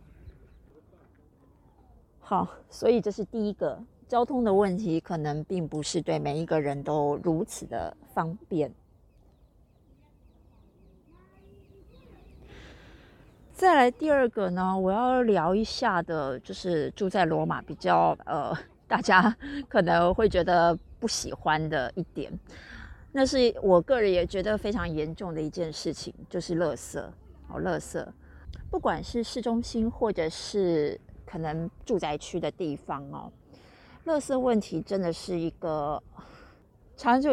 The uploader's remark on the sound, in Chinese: 羅馬終於有出現一個整天的晴朗了！臨時起意來到附近的大公園試試看錄音效果，聽起來不會是室內那樣乾淨的錄音效果，但絕對自然哈哈。其實已經努力修掉一些可能不舒服的聲音了。